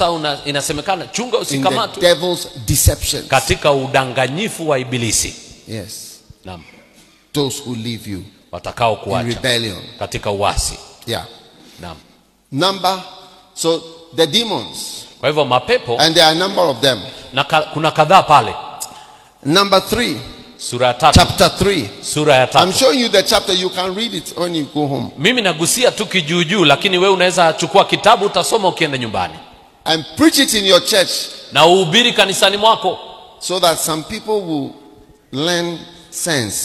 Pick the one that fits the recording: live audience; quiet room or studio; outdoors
live audience